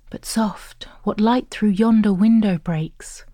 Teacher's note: Try listening for this iambic pentameter, the pattern of unstressed stress, five times per line.